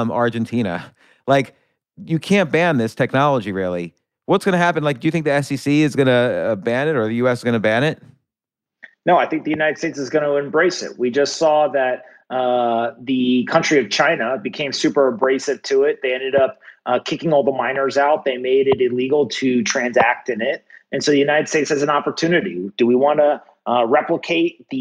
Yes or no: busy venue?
no